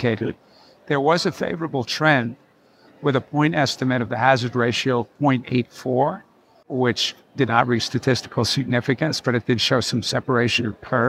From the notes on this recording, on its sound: On this episode, we bring you interviews recorded live at the HFSA Annual Scientific Meeting in early October 2023.